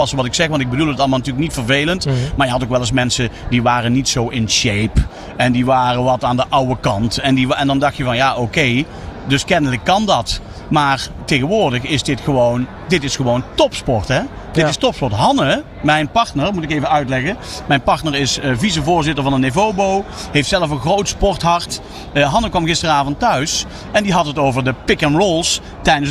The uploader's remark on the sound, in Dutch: Uniek Sporten Vandaag was deze aflevering live vanuit Rotterdam Ahoy. Deze aflevering was namelijk tijdens de European Para Championships in Rotterdam.